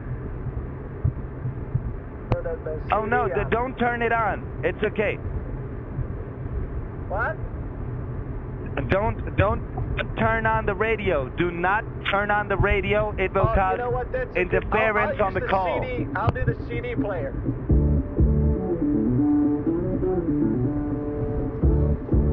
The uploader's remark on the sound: An old grandpa on the phone with scammers who are pretending to be working as federal DEA agents.